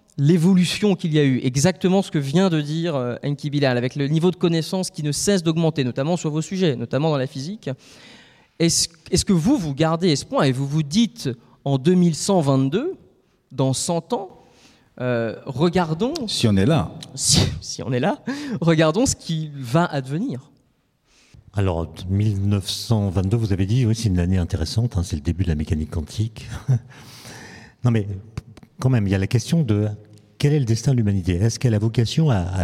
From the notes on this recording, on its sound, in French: Ce podcast a été enregistré le 7 novembre 2022 à l'Académie du Climat, lors d'une rencontre organisée par L'ADN le Shift et Résonances.